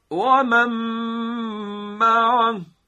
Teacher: دقت فرمودید که به اندازه دو حرکت هم ما کشش میدیم به صدامون، صدای غنوی خودمون